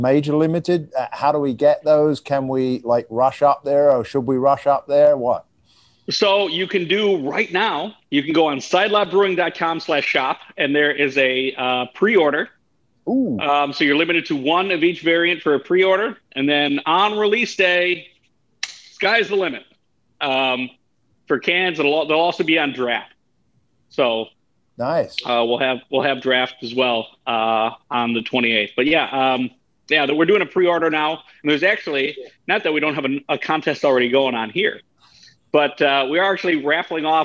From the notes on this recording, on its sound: recorded via Zoom